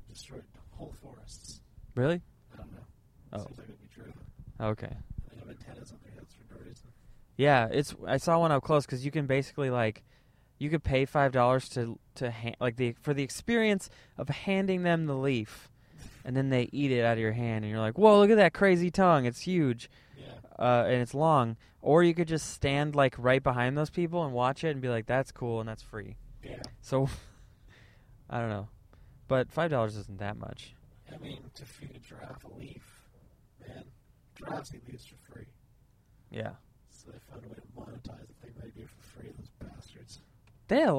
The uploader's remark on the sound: Just hang out and talk as they attempt driving to the San Francisco Punch Line. They did not make it, but they had fun.